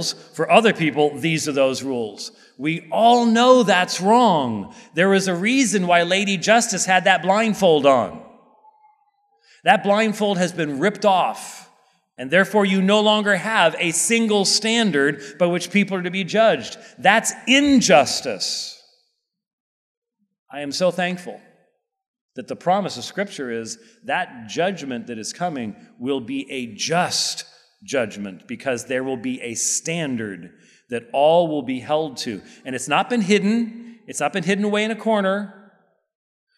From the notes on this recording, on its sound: This sermon was preached at Covenant Bible Church on the Lord's Day, May 7th, 2023.